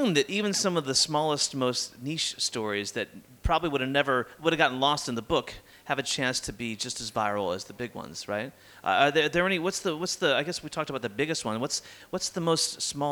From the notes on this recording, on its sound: live from the LinkedIn Lab at Festival of Marketing in London